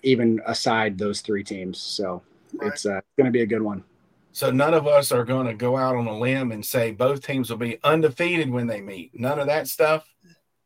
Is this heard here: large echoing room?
no